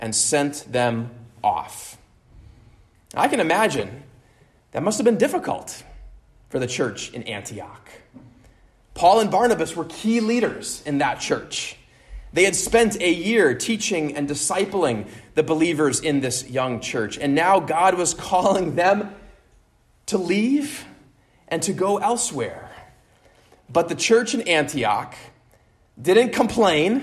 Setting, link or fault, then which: setting, large echoing room